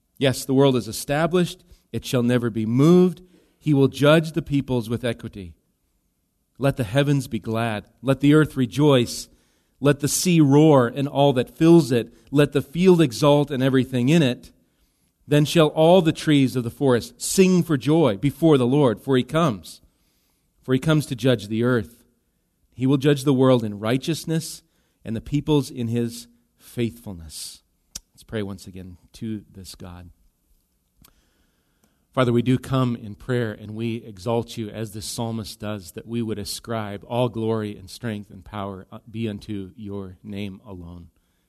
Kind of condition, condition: setting, large echoing room